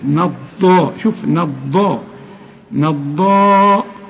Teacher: نضاختان ما تقولش نا نضا نا، لا رقاق للنون خد بالك. نضاء والضاد مفخمة وأعلى درجات التفخيم، وخد بالك إنها مشددة